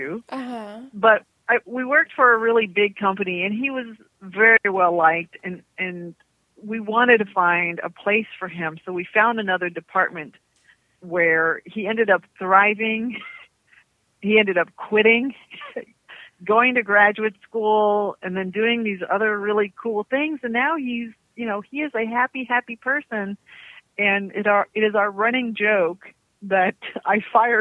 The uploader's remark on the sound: Catch up by phone because they can't clone themselves and be five places at once.